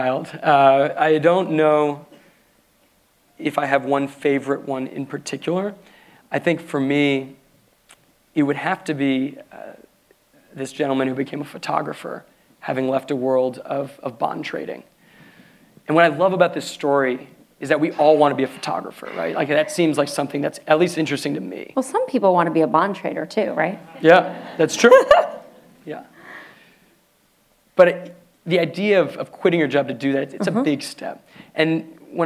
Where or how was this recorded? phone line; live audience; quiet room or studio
live audience